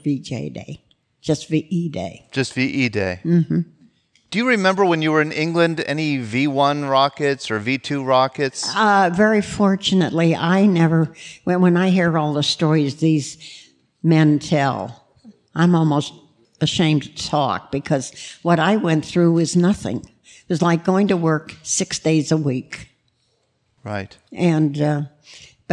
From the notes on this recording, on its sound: Recorded live on June 11, 2016 at Spring Valley in Fayette County, Pennsylvania. Listen to the stories and voices of local veterans recorded live.